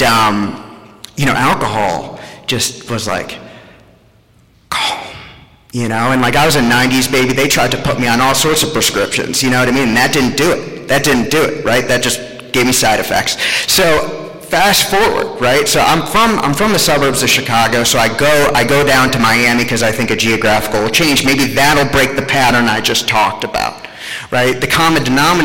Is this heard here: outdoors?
no